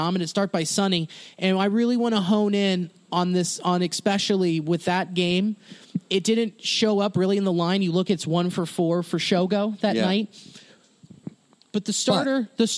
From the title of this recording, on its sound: Live From the Go Bananas Parking Lot